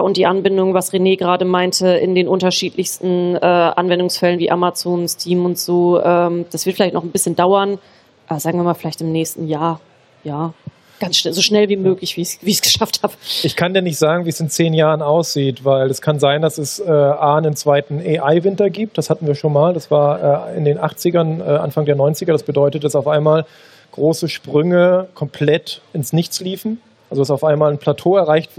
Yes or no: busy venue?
yes